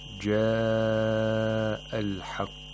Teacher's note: We have مد المتصل in the word جاء. So we have to lengthen this مد to either 4 or 5 vowel counts.